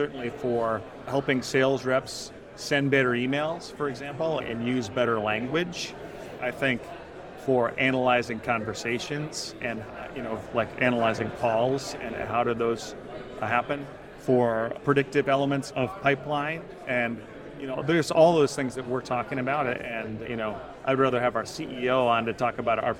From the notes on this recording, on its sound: At the Ascent Conference in San Francisco.